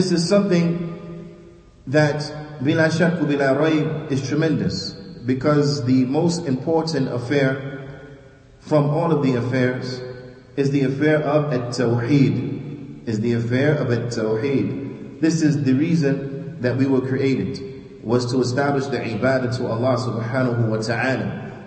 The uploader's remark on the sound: Lecture given at Masjid Nur Allah, Queens, NY